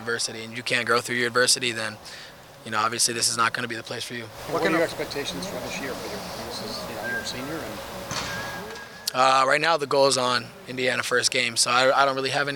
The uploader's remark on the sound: Throughout the year, the Land-Grant Podcast Network will be bringing you uncut audio primarily from Ohio State press conferences, but also from individual interview sessions. Unedited audio from Ohio State football media availabilities.